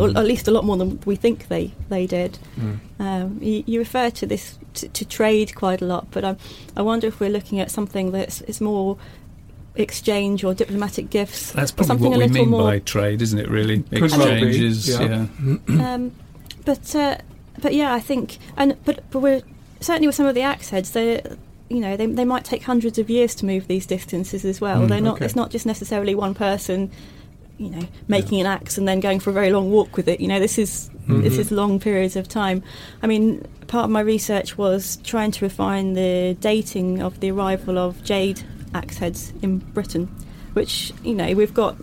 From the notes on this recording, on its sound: We recorded the interview in the saloon of a 43 ft sailing boat in Southampton marina.